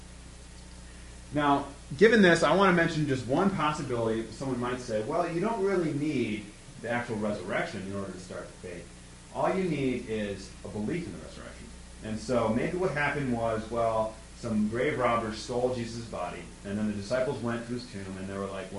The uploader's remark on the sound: This episode contains a live recording of a talk I gave for the Campus Crusade for Christ ministry at Saginaw Valley State University (where I attend college).